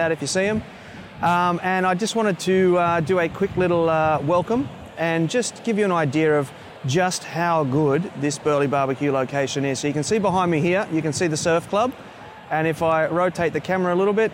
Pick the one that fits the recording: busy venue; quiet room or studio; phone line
busy venue